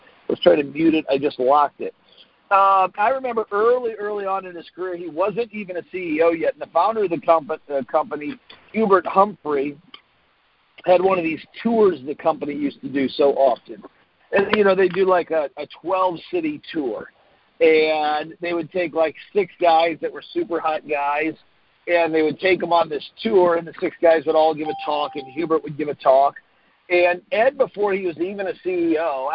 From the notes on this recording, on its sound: Team Freedom conference call on 4/12/19.